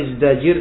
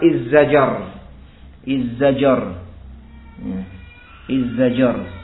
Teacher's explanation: dikatakan izdajir dengan diizharkan zainya, tidak dilebur kepada dal, atau diidghamkan dengan mengubah huruf yang kedua menjadi yang pertama, ini dalnya diganti zai berarti.